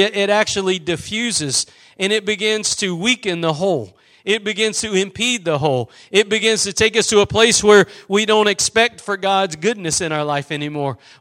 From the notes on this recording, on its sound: Preached at Gospel Lighthouse in Bossier City, La.